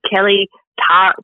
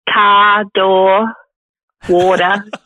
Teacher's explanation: I can't do an R sound in the middle of the word because I'm from Western Australia.